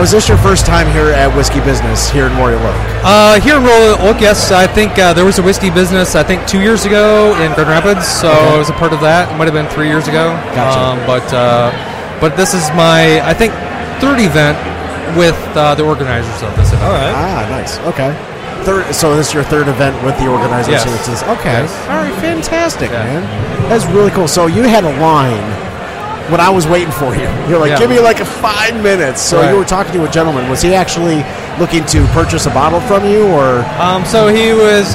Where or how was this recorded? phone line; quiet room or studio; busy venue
busy venue